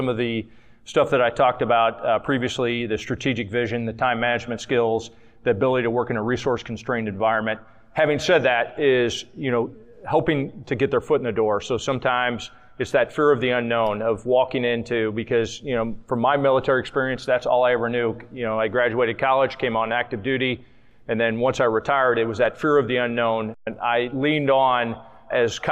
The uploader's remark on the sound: This episode was recorded with a live audience at the 2024 NASPA Symposium on Military-Connected Students in Louisville, Kentucky.